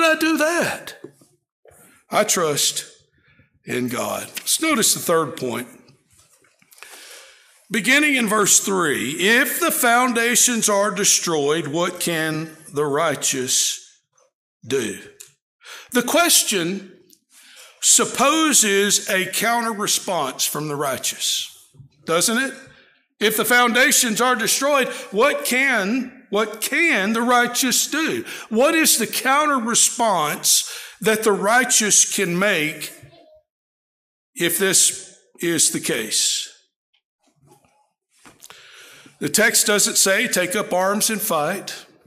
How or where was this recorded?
large echoing room